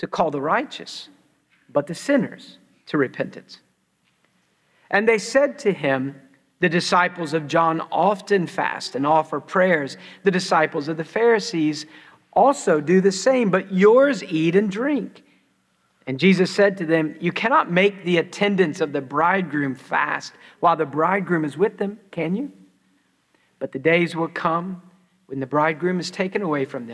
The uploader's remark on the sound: preached at Christ Church New Albany